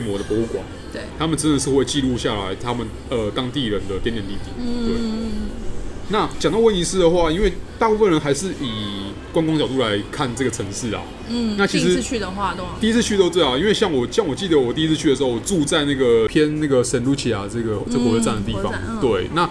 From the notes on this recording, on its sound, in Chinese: 本集白噪音指數：蚊風級 1/5。錄音地點： Parko Parco 的室外用餐區。